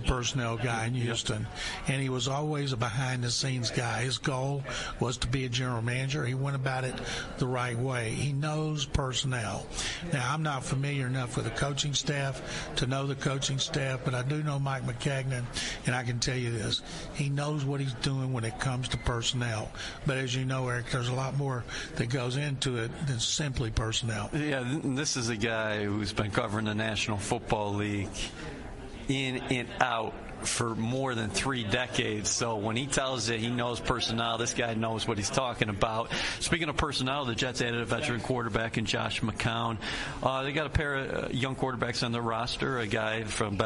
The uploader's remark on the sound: Live at the League Meetings